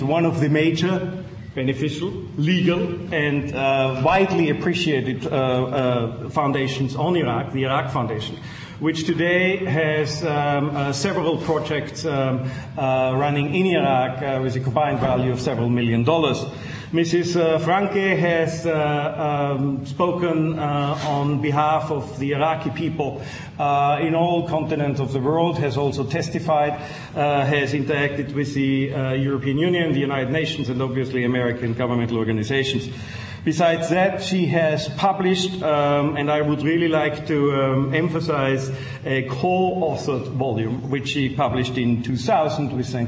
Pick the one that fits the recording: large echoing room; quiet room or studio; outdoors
large echoing room